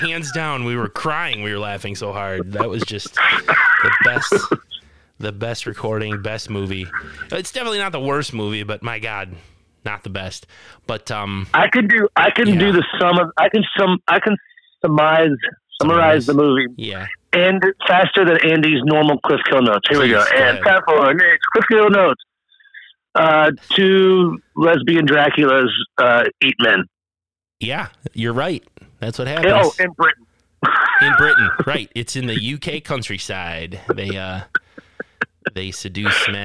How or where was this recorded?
phone line